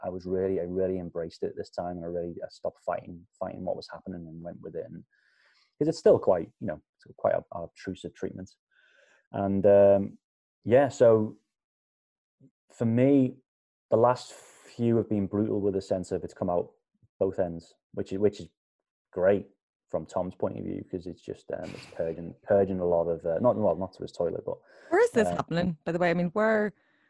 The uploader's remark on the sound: chatting to me via Zoom